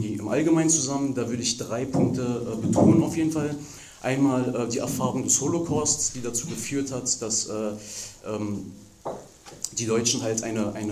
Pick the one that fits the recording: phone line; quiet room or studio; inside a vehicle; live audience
live audience